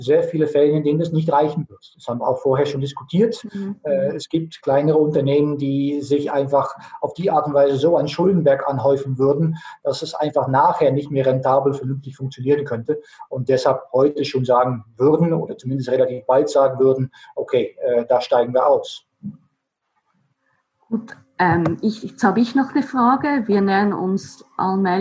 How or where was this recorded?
video call